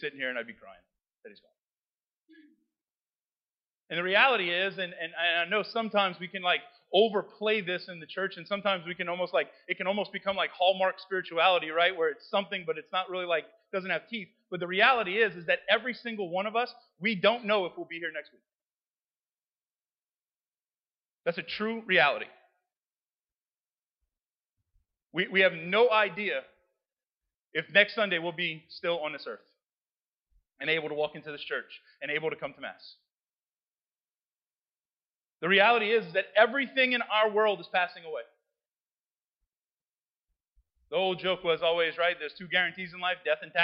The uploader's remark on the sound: We have been having issues with our recording system at church.